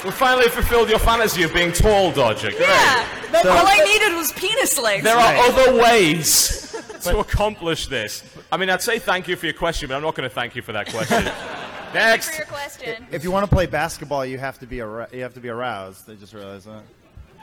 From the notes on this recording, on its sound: Live at PAX. The Co-Optional Podcast live from Pax West!